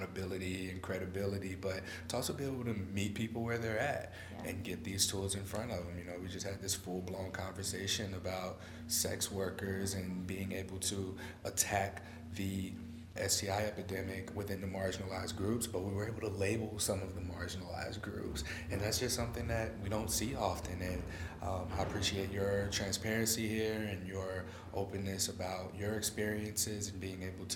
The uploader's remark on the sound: Live From STD Engage